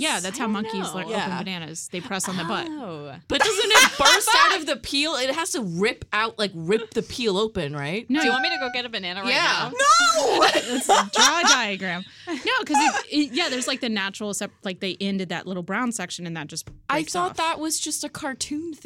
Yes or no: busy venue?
no